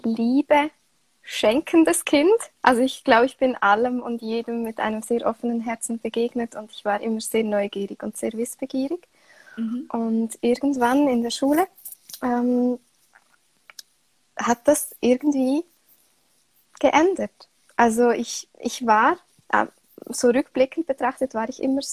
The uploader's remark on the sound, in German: Jetzt startet eine neue Reihe von Interviews, es sind alles Mutmacher Geschichten, die ich auf live auf Instagram geführt habe.